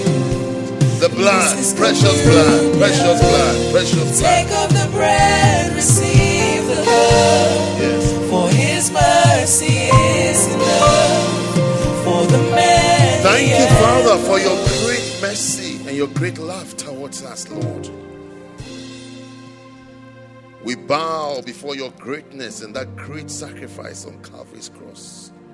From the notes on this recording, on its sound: at the Saved and Called Service - First Love Church, London.